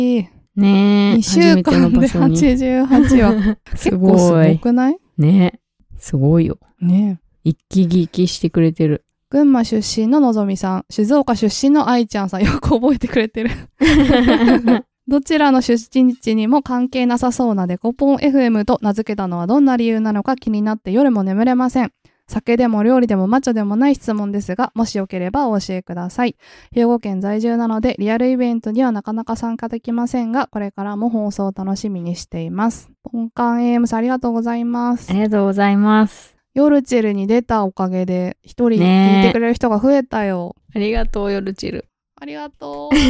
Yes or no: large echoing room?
no